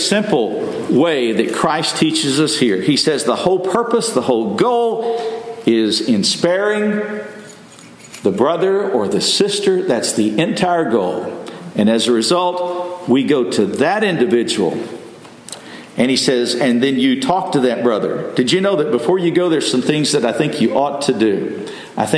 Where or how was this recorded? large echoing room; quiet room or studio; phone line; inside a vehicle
large echoing room